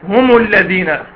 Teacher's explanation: ضمت الميم مع انها ساكنه، هي ما اسمهاش هم، اسمها هم.